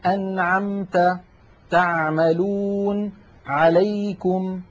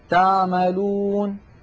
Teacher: العين الفصيحة أعمق من العين التي نعتاد في أغلب العاميات المعاصرة أن نأتي بها · Shown in: first take · نحن متعودون أن نقول مثلا يعني مخرج مرتفع قليلا.